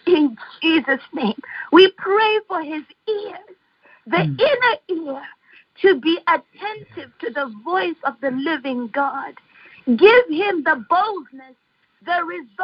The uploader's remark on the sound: Our fifth Phone/Internet Prayer Conference Call.